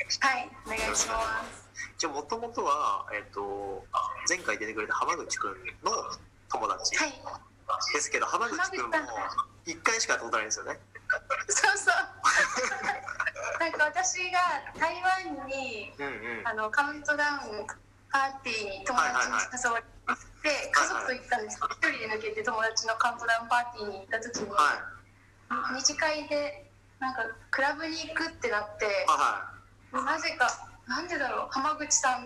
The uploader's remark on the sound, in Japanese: ZOOM収録。From Radiotalk。